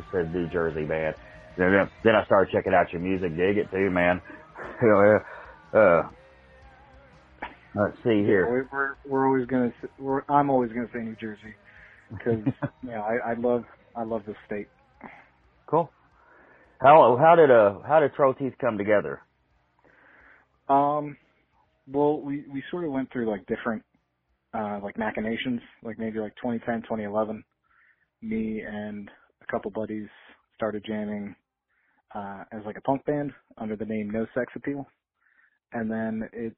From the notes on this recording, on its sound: called in to chat